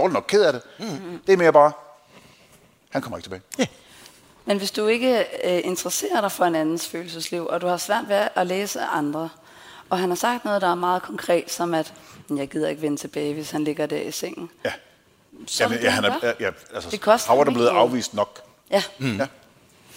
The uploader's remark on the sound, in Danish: Live fra Århus Musikhus